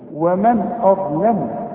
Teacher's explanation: الواو والميم والنون مرققين، والهمزة مرققة، الظاء هي المفخمة، اللام مرققة، الميم مرققة